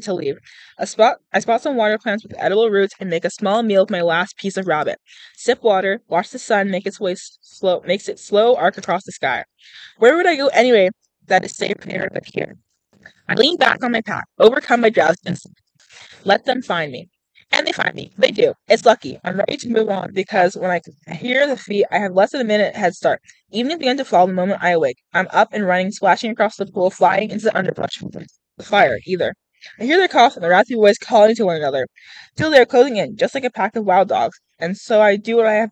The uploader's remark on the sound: A very special guest, The Wind, join me today for the podcast. I did my best with the audio, so please be warned that it probably doesn't sound as good as it could ( thanks wind ).